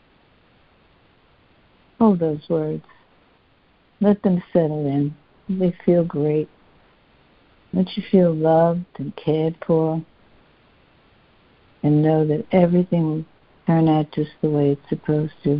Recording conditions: phone line